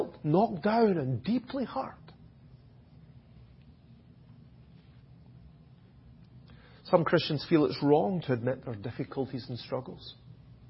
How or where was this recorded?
large echoing room